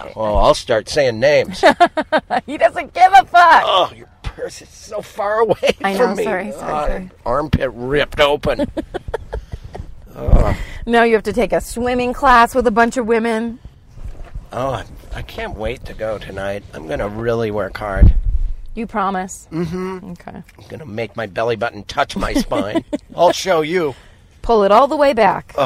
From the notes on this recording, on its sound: back in the car